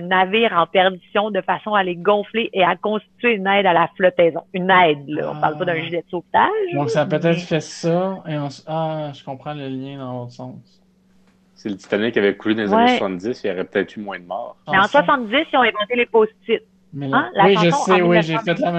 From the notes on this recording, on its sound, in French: Enregistré sur appel vocal Facebook